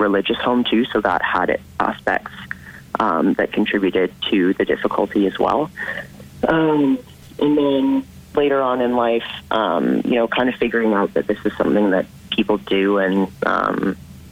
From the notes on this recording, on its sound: On the phone.